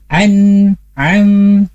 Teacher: Karena dia makhrajnya ada di sana. Nun dan mim kalau dalam keadaan wakaf itu pasti masuk ke dalam hidung kita. Contoh bunda atau sahabat MP di rumah ketika membaca an'am hidungnya dipencet ya atau ditutup itu tidak akan keluar suara. · Term: gunah